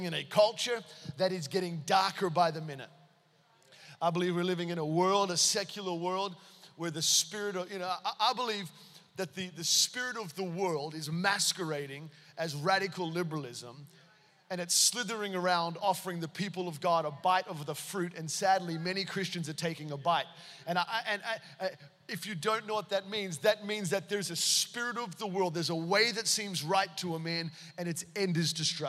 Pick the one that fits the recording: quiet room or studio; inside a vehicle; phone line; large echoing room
large echoing room